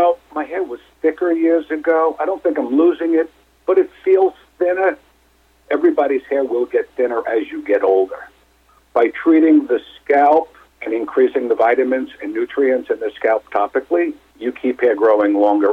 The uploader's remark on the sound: called in to SmallCapVoice